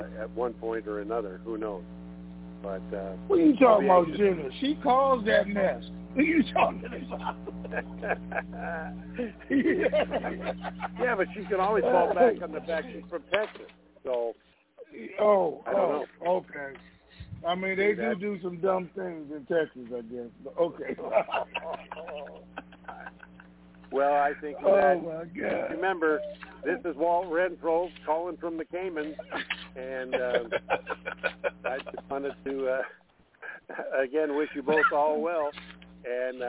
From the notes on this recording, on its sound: Conference Call